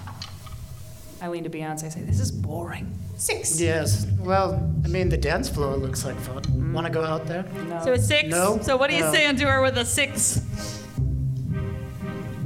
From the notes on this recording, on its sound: This episode was recorded live at Grand Rapids Comic-Con.